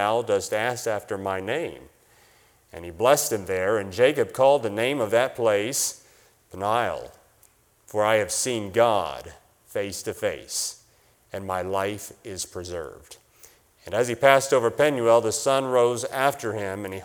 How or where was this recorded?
large echoing room